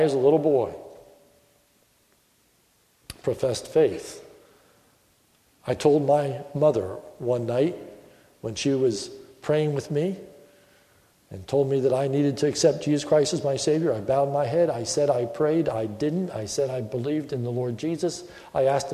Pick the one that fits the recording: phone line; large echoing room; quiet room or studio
large echoing room